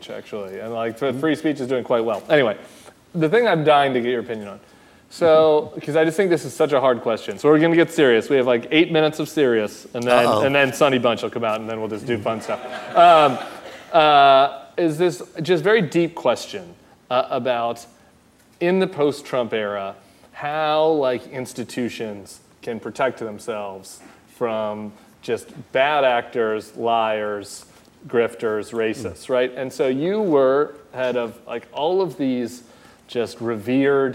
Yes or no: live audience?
yes